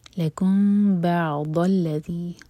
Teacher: M T مین کے بعد با تو یہاں بھی اخفاء شفوی مین کو ہولڈ کریں گے لیکن ہوٹو کو ٹائٹ بند نہیں کریں گے